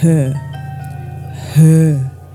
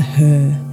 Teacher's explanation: The r in her is silent, of course. All we need is the schwa.